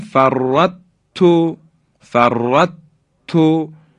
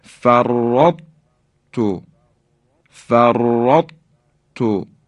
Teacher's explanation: اثری از درشتی حرف تا باقی مونده · Shown in: second take · Term: ادغام ناقص